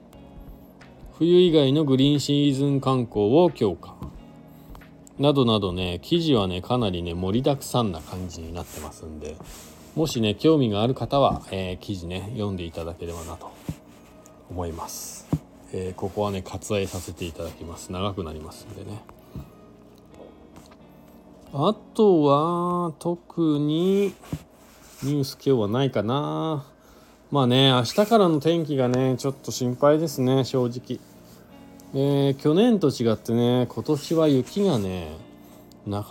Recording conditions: inside a vehicle